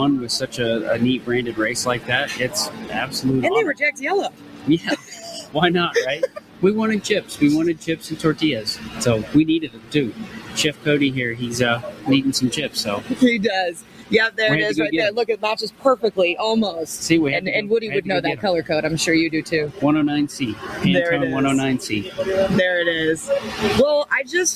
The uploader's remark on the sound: Right Off Track is quite actually 'off track' as we are live from the pits of Elite Motorsports from the Vegas 4 Wide NHRA Nationals.